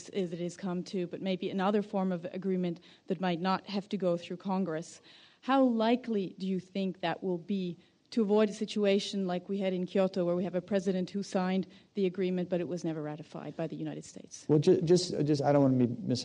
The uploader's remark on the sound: This program was recorded in front of a live audience at The Commonwealth Club in San Francisco on February 19, 2014.